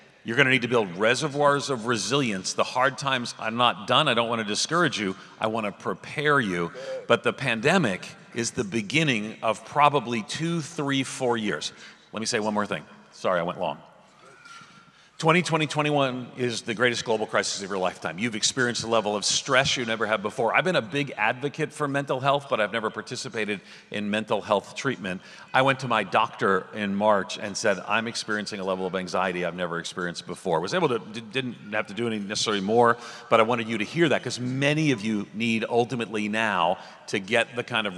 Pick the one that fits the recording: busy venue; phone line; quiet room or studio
busy venue